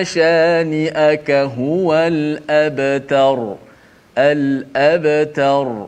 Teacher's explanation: al abtar roh tu dibaca dengan tebal